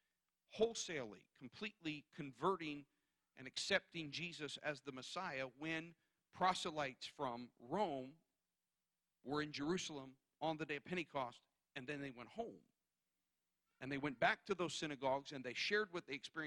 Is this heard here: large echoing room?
yes